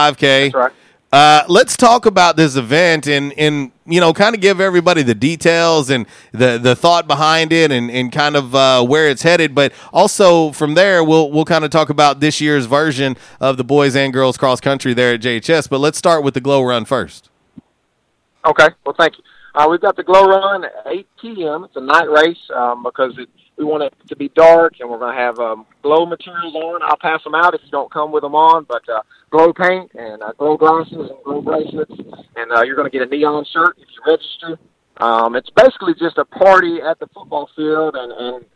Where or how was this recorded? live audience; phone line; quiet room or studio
phone line